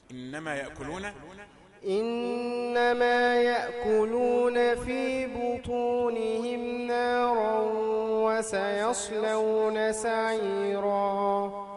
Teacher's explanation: حافظ على ضمة الباء في بطونهم. بو ضمة جاءت ناقصة.